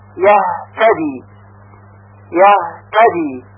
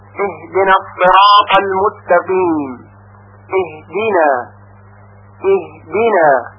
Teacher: به وجود میاد با این تفاوت که در هنگام گفتن ها هوایی که از ششها بیرون آمده بدون مانع از حنجره عبور میکنه و با عبور از ابتدای حلق یعنی اقصى الحلق صدای ها به وجود میاد